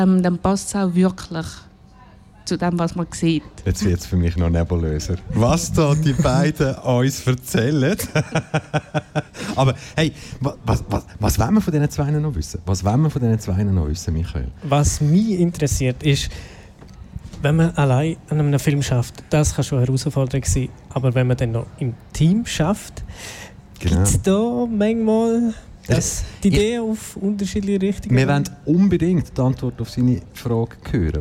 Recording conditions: busy venue